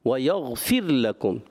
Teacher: غین میں کلکلہ، را میں کلکلہ، یہ کرنا نہیں ہوتا